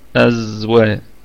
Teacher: الكلمة كلها مرققة، الهمزة محققة في البدء والوصل